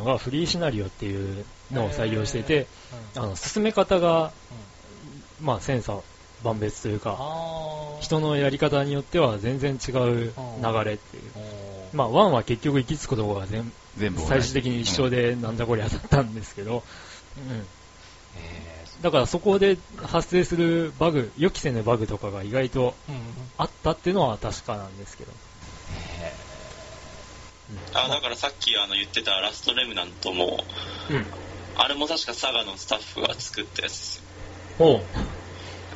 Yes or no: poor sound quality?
yes